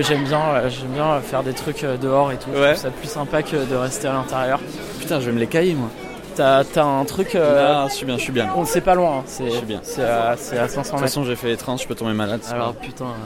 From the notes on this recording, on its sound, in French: Un épisode enregistré aux Transmusicales de Rennes, juste après le concert, avec deux chansons en acoustique.